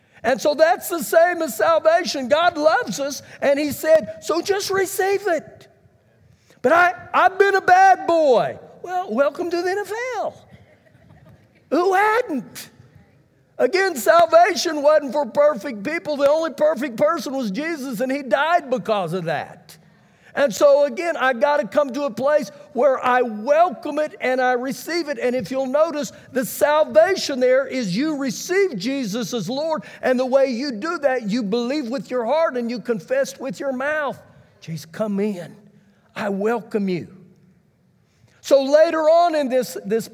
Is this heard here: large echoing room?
yes